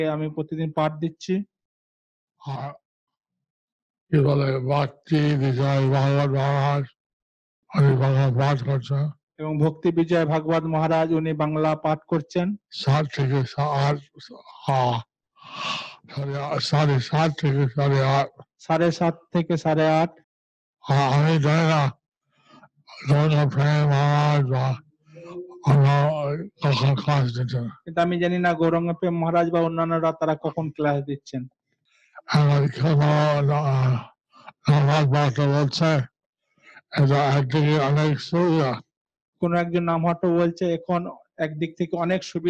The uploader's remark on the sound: Zoom Session